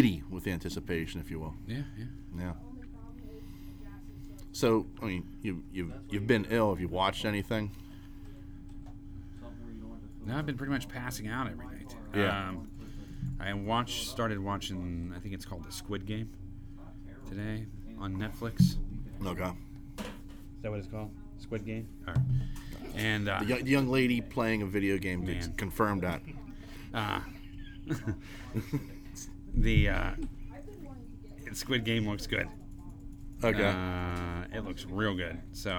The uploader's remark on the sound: This week we are recording on location at The Nerd Korner, We are joined by many of the superfans